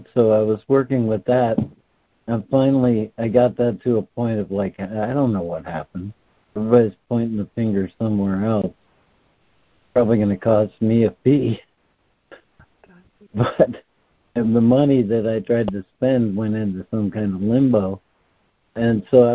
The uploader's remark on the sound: ACIM Daily Conference Call